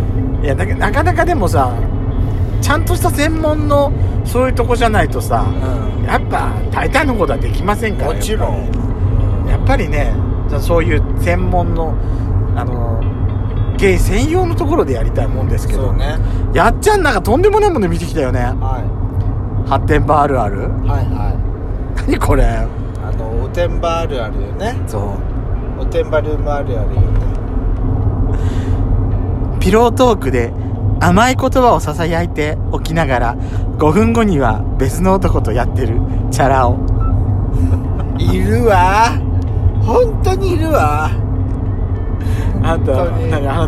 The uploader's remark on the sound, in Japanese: ドスドライブ収録。ロードノイズゴメンね。